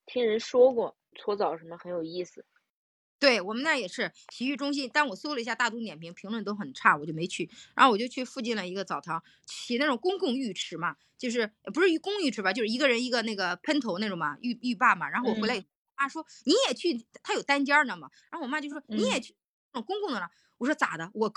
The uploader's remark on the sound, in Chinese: 音质好像是有点断断续续的，但我觉得能听。